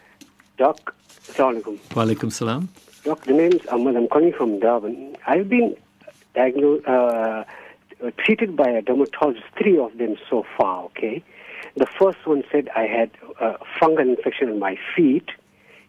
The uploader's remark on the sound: it's our monthly phone-in